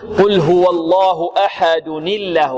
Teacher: إذن عندما نبتدئ بلفظ الجلالة نبتدئ بهمزة مفتوحة فنغلظ اللام لأن قبلها فتح، وإذا وصلنا ما قبلها بها التنوين هو نون ساكنة واللام الأولى ساكنة فالتقى ساكنان فكسرنا الأول فصار ما قبل اللام مكسورا فرققت لأجل ذلك اللام